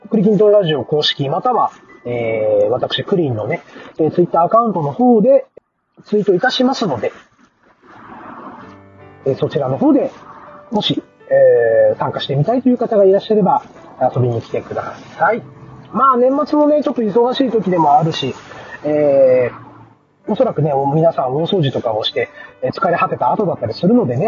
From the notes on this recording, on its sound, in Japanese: 今回も車の中から収録した分を配信致しました。走行音もそうですが、マイク付イヤホンでの声がかなり聞き取りにくいかもしれません・・・。